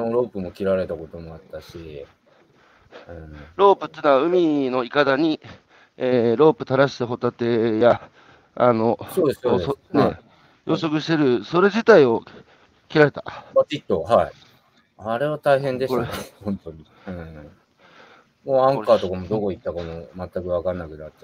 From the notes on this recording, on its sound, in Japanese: 歩きながら1時間、対談する